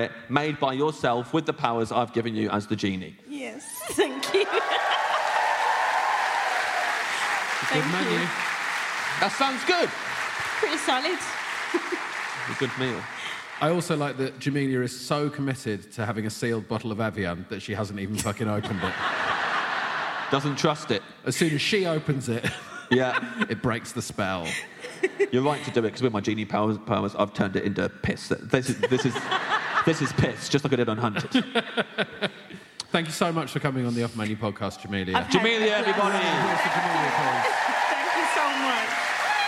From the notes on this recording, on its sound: It’s our first episode from the Off Menu live tour! Live at the Birmingham Hippodrome.